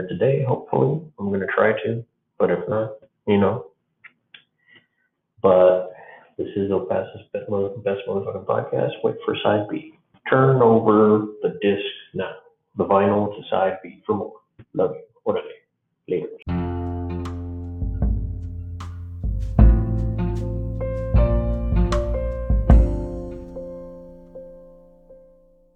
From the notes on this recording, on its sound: Apologies for the audio quality. If you turn it up you can hear me fine. I tried recording using the computer mic and my earbuds.